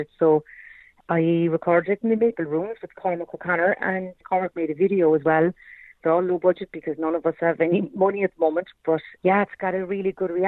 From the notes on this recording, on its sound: on the phone for a chat